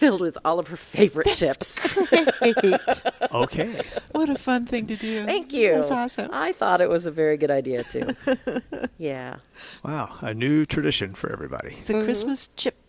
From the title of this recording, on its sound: Plant Experts Live at Prairie Gardens 12-15-18